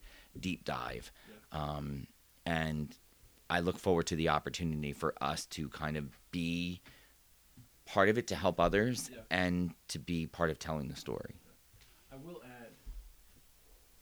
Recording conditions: uneven or low level